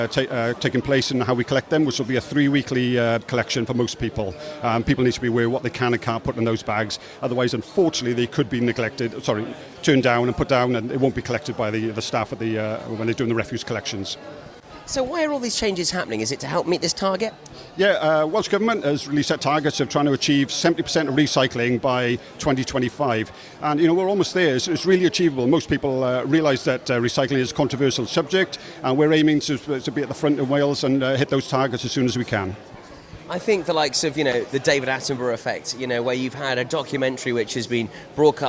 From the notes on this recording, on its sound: Live at Pembs College Freshers Fair.